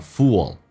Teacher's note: Fool 这个单词，那么很难发。首先它这个长元音肌肉往前推，foo，然后还有一个 l 这个发音叫 o，标准发音叫 fool，但是通常长元 u 加个 l 这个发音，美国人很喜欢要么加一个 a 在中间，要么加一个 w 在中间